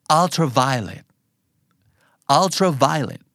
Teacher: มีสเตรสสองที่นะครับ viถูกเน้นเยอะที่สุดแต่ alก็ไม่จมเป็น secondary stressนะครับ